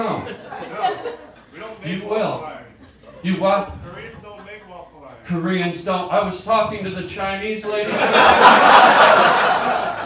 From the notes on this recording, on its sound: goes live on stage